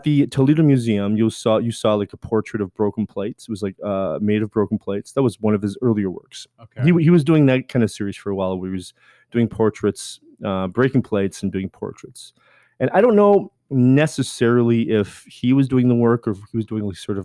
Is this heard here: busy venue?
no